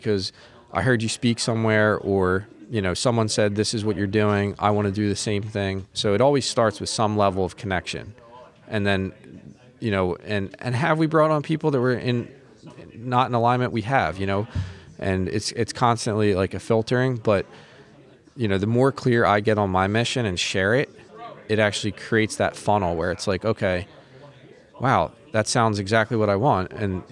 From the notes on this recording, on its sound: This episode was recorded live at PodMAX.